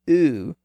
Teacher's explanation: When we pronounce the highest back vowel sound, oo, there's a slight raising of the back part of the tongue toward that position. And as we move lower from oo to O, to A, and so on, once again, the tongue lowers and flattens out a bit.